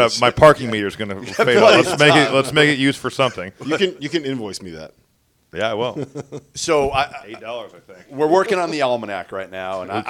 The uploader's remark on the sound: Live from the College Basketball Hall of Fame!